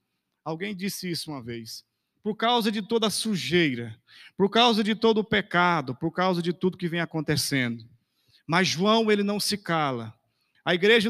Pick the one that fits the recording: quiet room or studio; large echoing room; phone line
large echoing room